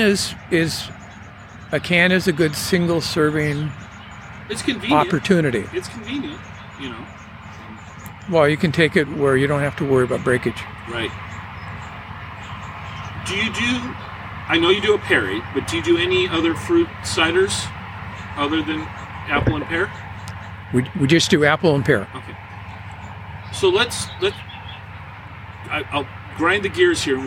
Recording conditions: sounds in the background